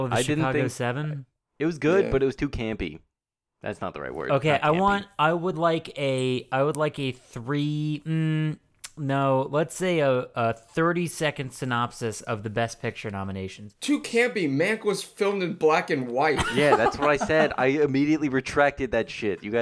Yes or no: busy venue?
no